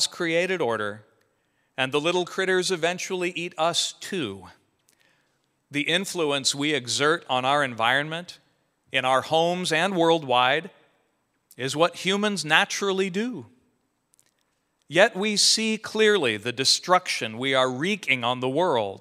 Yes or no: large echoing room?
yes